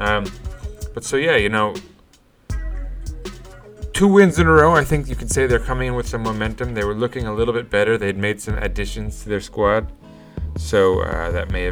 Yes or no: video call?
no